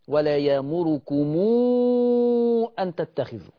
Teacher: عندي هنا ميم جمع وراها همزة فتتعمل لها صلة ست حركات